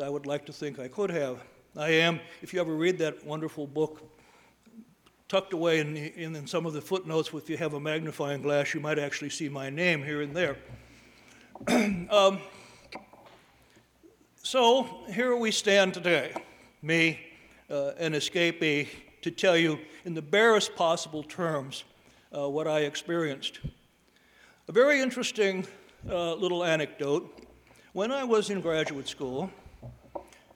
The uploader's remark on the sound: delivered the Commencement Address at the 2016 Commencement